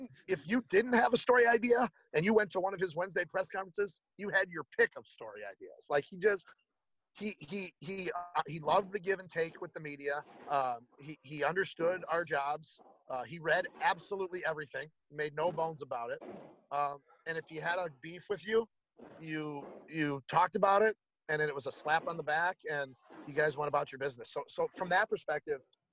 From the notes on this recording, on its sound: Live from Regents Field in Ann Arbor, Michigan.